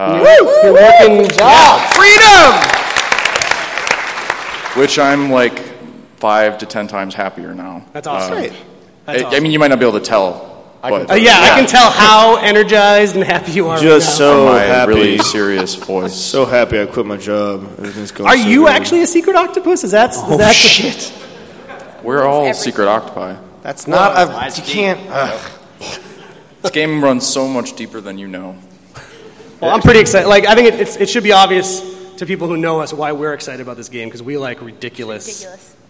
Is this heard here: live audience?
yes